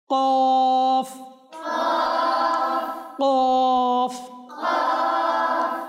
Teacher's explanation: জিহ্বার গোড়া তালুর নরম অংশ থেকে উচ্চারিত হয়